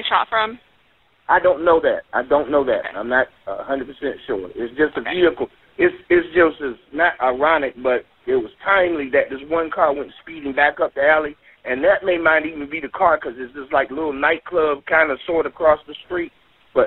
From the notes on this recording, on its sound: 911 call in the July 29 shooting in the 1900 block of Carolina Beach Road.